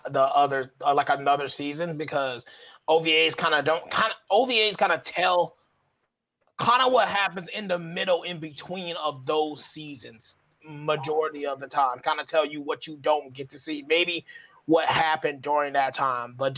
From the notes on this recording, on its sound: We are aware of the sound issues and are still working on it so apologies in advance for the quality.